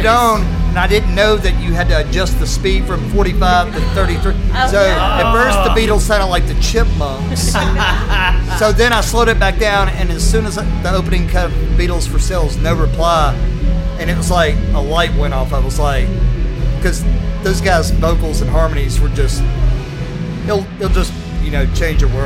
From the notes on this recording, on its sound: at Avondale Brewing in Birmingham, AL for Brewzapalooza music festival